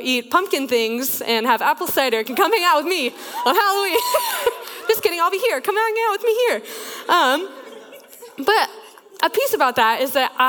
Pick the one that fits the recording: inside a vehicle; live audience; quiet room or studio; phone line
live audience